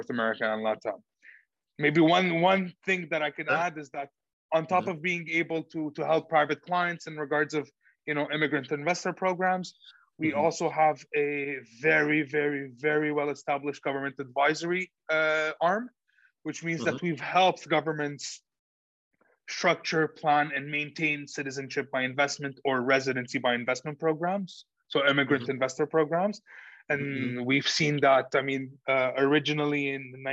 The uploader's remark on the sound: Zoom links will be provided 24 hours in advance via an Eventbrite message. For those joining us on Zoom.